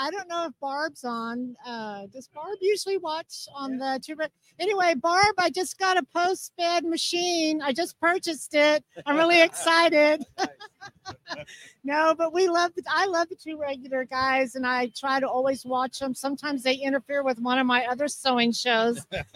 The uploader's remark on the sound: Live from Ft. Worth Impressions Expo. Join us for a special live episode of the 2 Regular Guys Podcast, coming to you from the heart of the Impressions Expo in Ft. Be prepared for exciting conversations with attendees and exhibitors from the show floor.